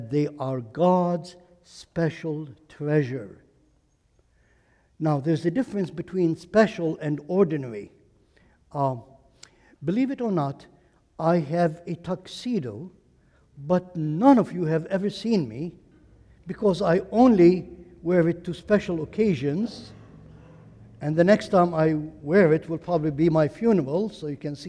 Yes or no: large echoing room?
yes